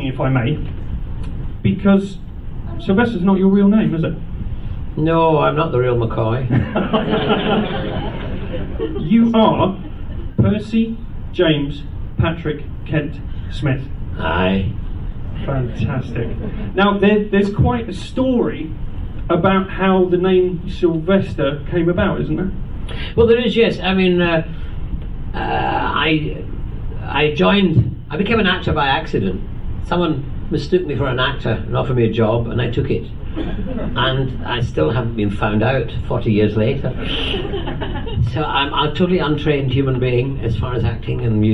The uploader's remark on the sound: This episode we bring you the last of our exclusive interviews recorded in 2016 at the Science of the Timelords convention held at the National Space Centre in Leicester. We thank him and the convention organisers for recording this interview especially for this podcast.